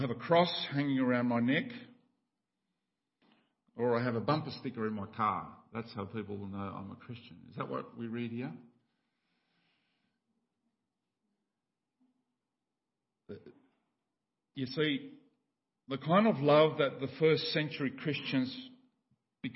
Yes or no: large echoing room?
yes